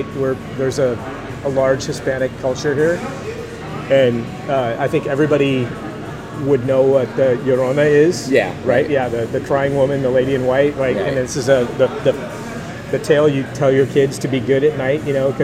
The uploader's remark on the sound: live at Ogopogo Brewing in San Gabriel to record their installment of the WatchPodCollective "Doppelgänger" series